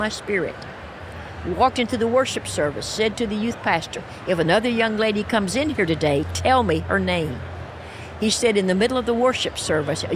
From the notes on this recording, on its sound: live at General Council 2023!